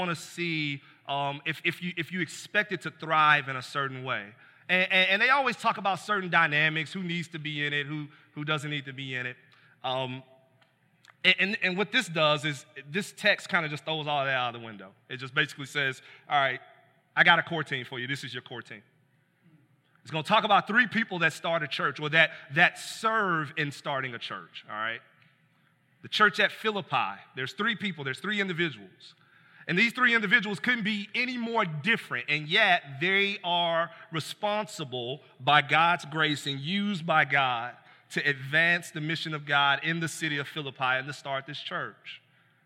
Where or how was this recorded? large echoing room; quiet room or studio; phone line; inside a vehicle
large echoing room